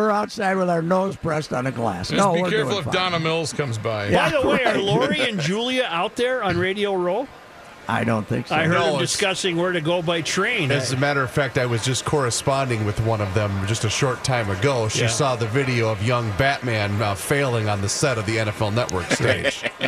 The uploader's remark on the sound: live from Radio Row at the Mall of America